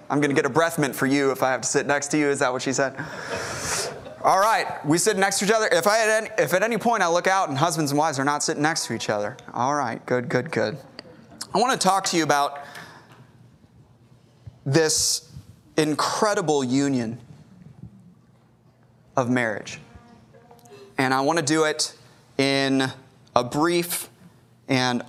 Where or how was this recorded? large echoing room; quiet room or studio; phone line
large echoing room